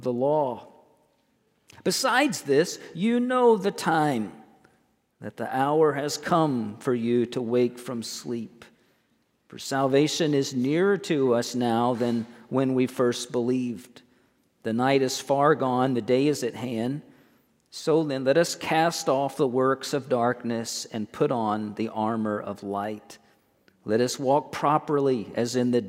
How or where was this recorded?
large echoing room